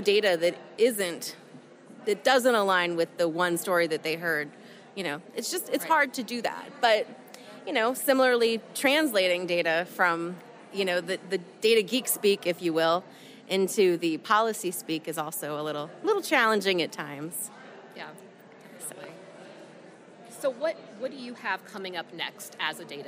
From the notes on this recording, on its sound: On Stage in Nashville, Tennessee. I had the opportunity to chat with data experts from states across the country at this year's IDC Interactive Institute live in Nashville, Tennessee.